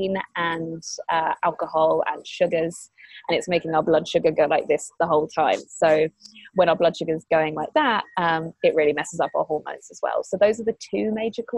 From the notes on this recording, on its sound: We did this interview via skype.